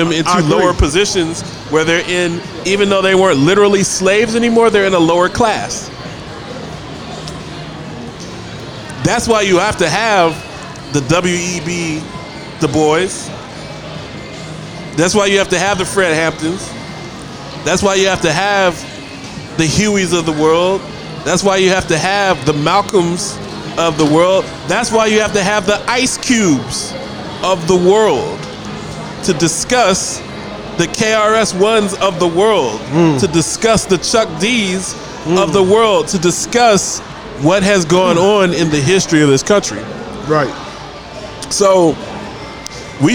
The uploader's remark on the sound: Live from Dave & Busters